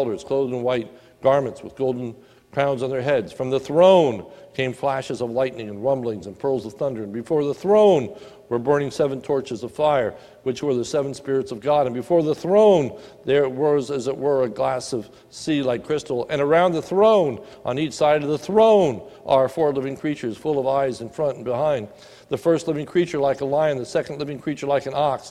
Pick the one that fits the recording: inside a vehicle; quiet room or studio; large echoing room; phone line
large echoing room